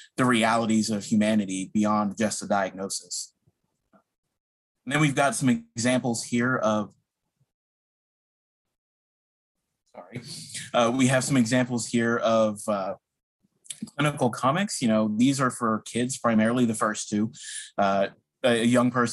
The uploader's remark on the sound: Our first live ALIA Graphic webinar. Will join us live from the US.